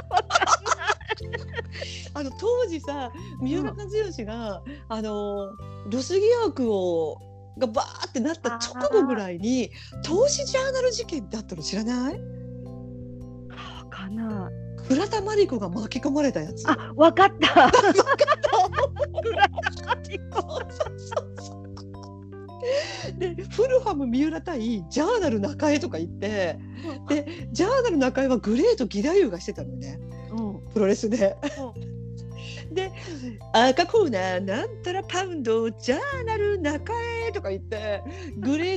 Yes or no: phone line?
no